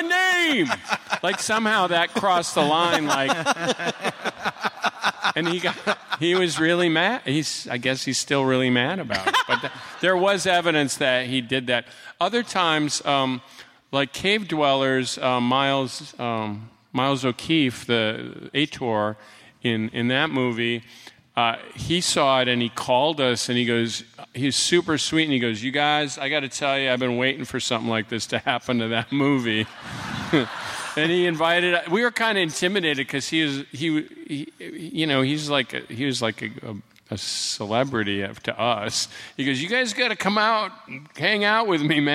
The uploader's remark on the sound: Live at SDCC